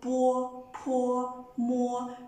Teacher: 这三个词都是用到我们的上嘴唇和下嘴唇，就是双唇音，但是他们的气出来的方法不一样，我们说气受阻的方法不一样，所以造成了我们听到的感觉不一样，"波"、"坡"、"摸"。再比如的、特、呢、了是舌尖顶住上齿龈发音。再比如鸡、七、西是舌面的前部顶住硬腭，就这个地方，硬的这个地